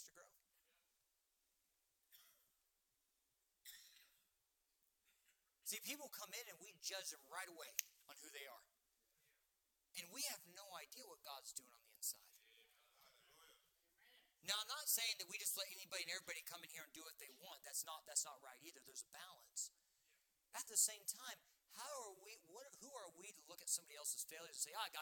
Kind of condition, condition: setting, large echoing room